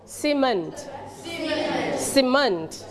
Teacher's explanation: We stretch on the second syllable